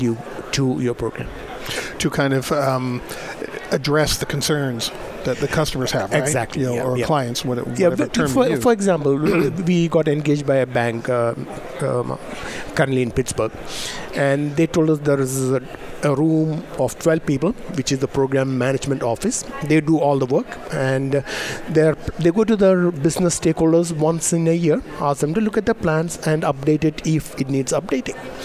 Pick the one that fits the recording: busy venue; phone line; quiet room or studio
busy venue